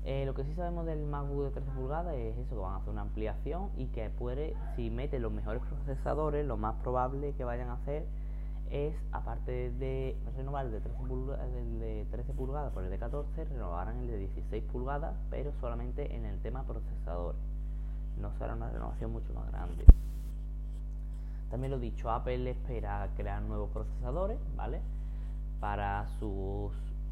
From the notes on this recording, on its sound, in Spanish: Perdonad que el sonido no sea el mejor. Mi micro está roto y hoy he tenido que grabar con otro.